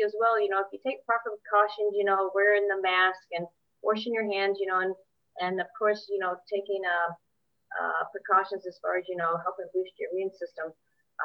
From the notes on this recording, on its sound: Recorded via Zoom